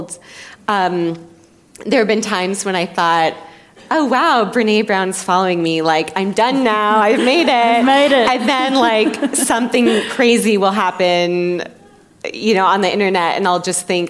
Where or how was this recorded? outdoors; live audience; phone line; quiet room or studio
live audience